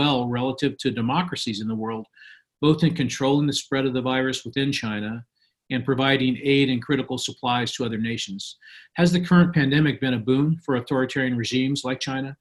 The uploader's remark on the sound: Hoover Virtual Policy Briefing